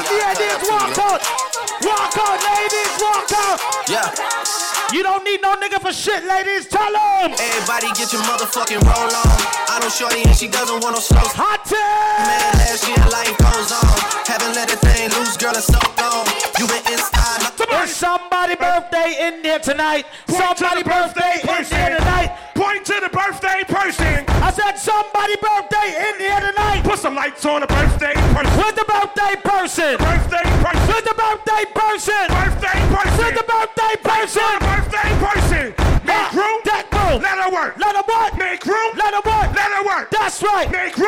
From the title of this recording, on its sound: LIVE At 2uesdaze New Years Day